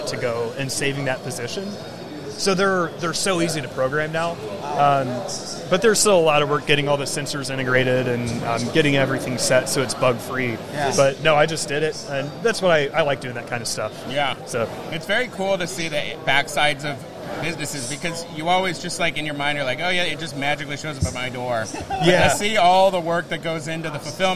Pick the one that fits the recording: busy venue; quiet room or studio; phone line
busy venue